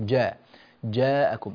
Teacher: بالنسبة لي جاءكم جاء، لا تقول جاء ج ج ج، هذا الصوت غير صحيح، ج ج ج هذا الصوت هو الصحيح، جاء جاءكم، فالجيم حرف شديد لا تجعلها ج، هذا الصوت مش عربي.